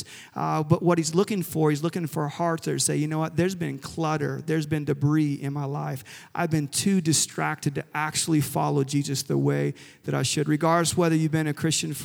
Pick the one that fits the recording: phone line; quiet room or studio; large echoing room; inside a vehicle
large echoing room